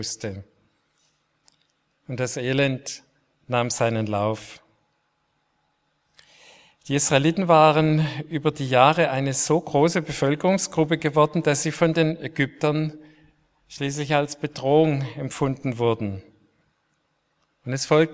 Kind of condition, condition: setting, large echoing room